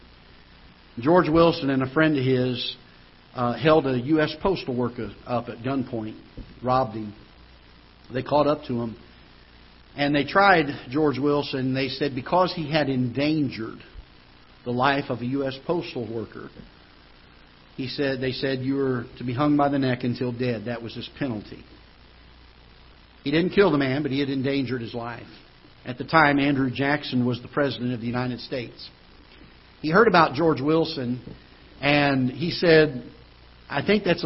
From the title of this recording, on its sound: Ketha Heights Baptist Church ~ Live Broadcast